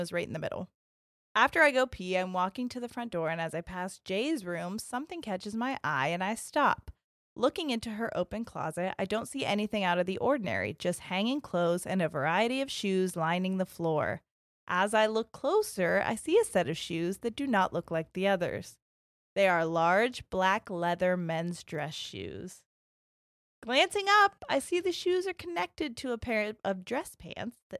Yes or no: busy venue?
no